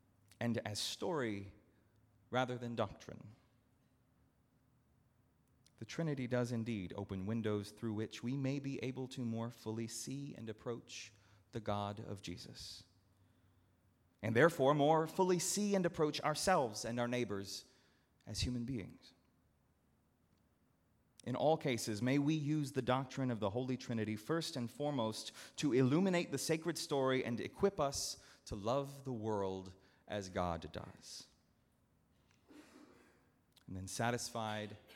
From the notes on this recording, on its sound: at Northminster Church on June 16, 2019